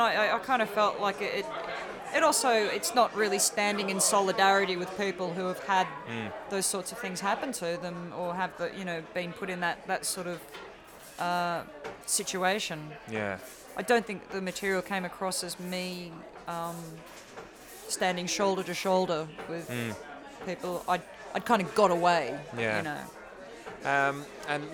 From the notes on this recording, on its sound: in Brooks Bar at the Edinburgh Festival Fringe